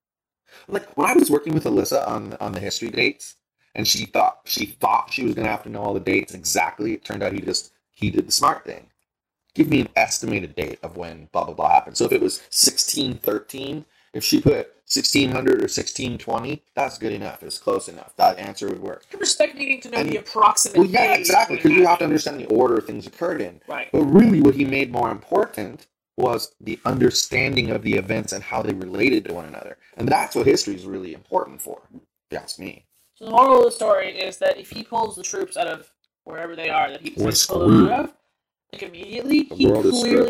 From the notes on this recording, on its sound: WARNING: The audio in this podcast has a slight click when we speak. We did our best to filter this out and it is much better than the raw audio. We apologize in advance for the poor sound on this episode.